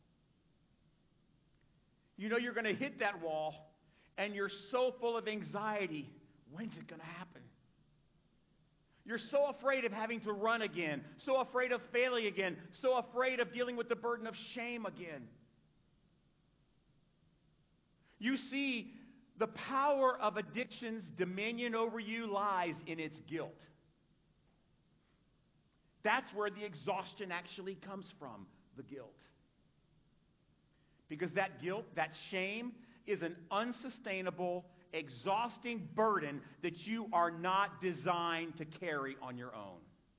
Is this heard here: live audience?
yes